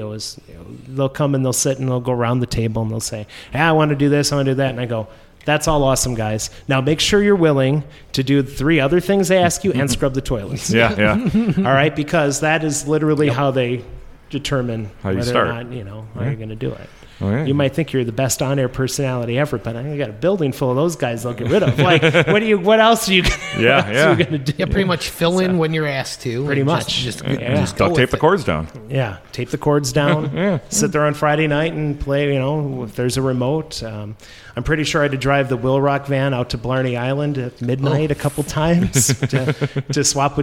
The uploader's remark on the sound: This episode was recorded on October 9, 2023 at Luigi’s Pizza Kitchen, 7531 39th Avenue. This episode was recorded on October 9, 2023 at Luigi’s Pizza Kitchen, 7531 39th Avenue.